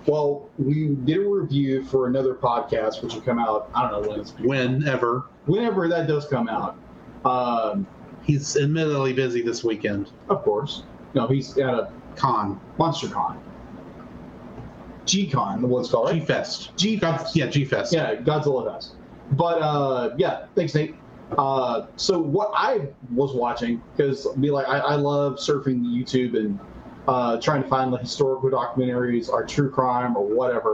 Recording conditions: poor sound quality